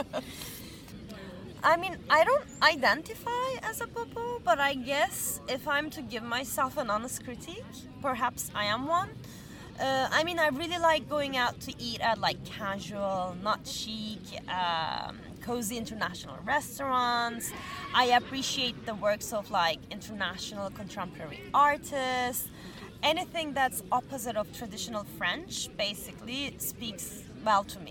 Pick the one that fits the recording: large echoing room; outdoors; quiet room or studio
outdoors